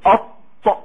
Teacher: اتخنق الحرف، اتخنق ما بين وسط اللسان مع الحنك الاعلى · Term: الاطباق